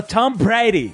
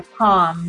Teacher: com aquele T aspirado bonitinho, né? Que não é tom, é tom.